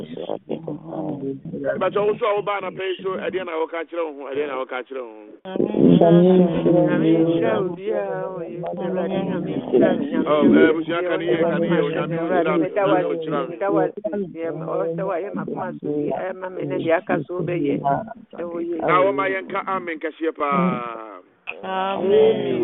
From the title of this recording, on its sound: Conference Call